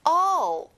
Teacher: 친구들, 올이 아니라 크게 밑으로 벌려서 all이에요.